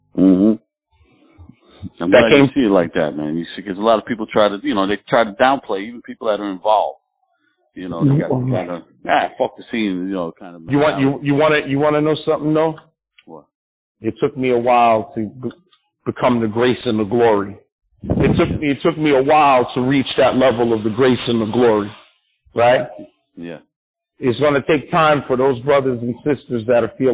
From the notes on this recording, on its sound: a phone interview